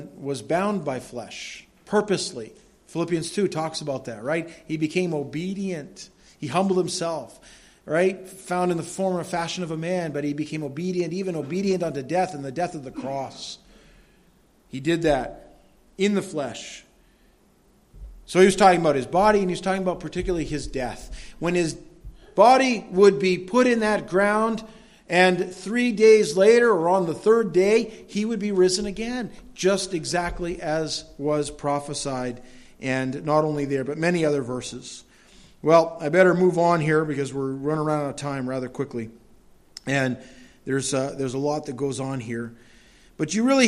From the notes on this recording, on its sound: Delivered at Madawaska Gospel Church on the morning of June 12, 2016.